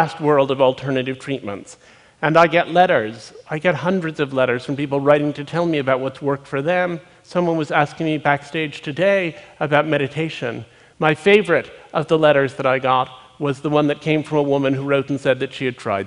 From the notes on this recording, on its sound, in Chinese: 录制于 TEDxMet.